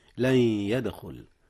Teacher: إدغام بغنة، حيث أدغم نون لن في ياء يدخل، ولا بد من الغنة بحيث يعطى كل حرف من الحرفين 50% فحسب من مخرجه.